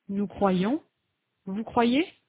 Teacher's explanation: il y a une semi-voyelle y additionnelle à la première et à la deuxième personne du pluriel